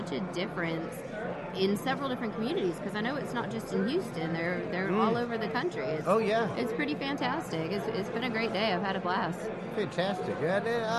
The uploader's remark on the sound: on the road in Houston, Texas broadcasting LIVE from the world renowned Mecum Auto Auction